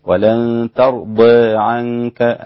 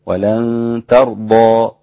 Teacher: كلمة ترضى ممالة للإمام أبي عمرو وحمزة والكسائي وخلف، وقللها ورش وفتحها الباقون